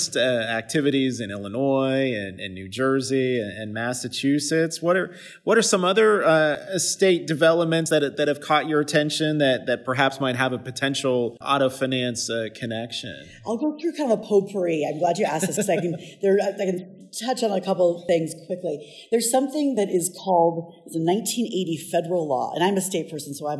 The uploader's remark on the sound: Recorded in Las Vegas at the end of the organization’s annual Vehicle Finance Conference.